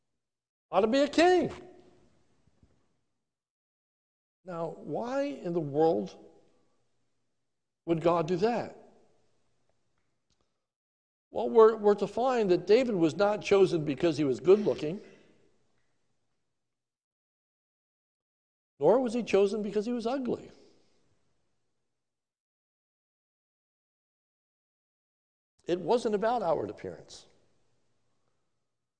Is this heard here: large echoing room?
yes